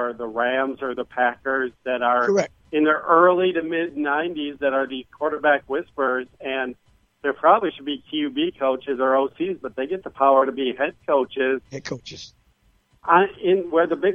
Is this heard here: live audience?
no